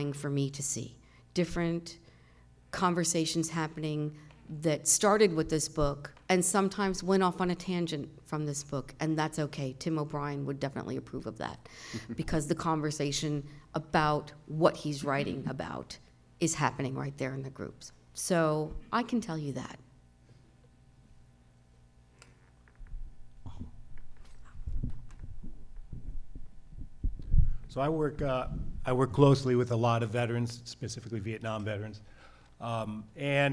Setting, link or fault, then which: setting, live audience